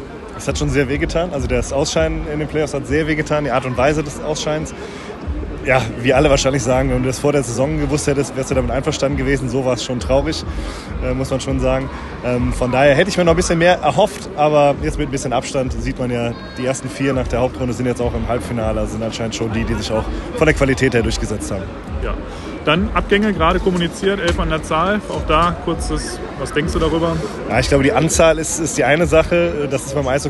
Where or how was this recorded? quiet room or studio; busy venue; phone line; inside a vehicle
busy venue